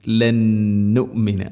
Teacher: ഖുൽതും യാ മൂസ ലൻ നുമിന, സാക്കിന നൂന് ശേഷം നൂന്, ഇദ്ഗാം ബിഗുന്ന, നൂനിന് അടുത്ത നൂനിലേക്ക് ഇദ്ഗാം ചെയ്ത് അഥവാ കൂട്ടി ലയിപ്പിച്ച് മണിച്ചുകൊണ്ട് ഉച്ചരിക്കണം